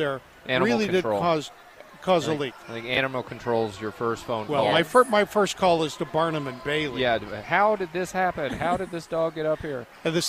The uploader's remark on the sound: Live from the NC Pet Expo